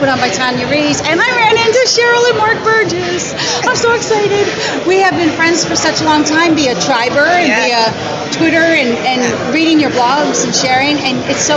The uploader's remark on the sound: on location at Real Time Marketing Labs 2013